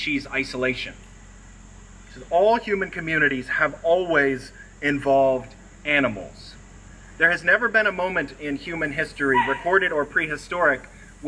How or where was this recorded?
outdoors